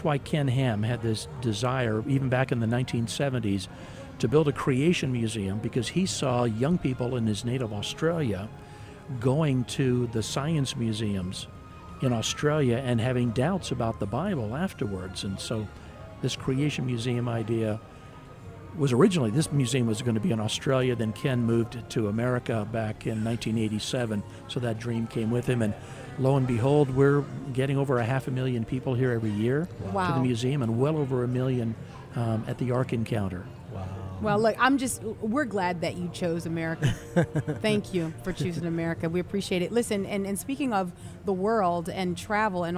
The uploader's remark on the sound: LIVE from the Creation Museum